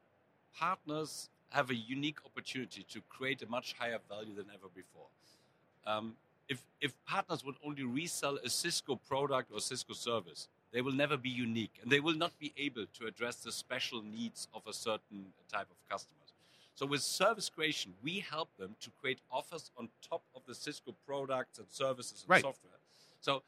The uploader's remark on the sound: Live at Cisco Live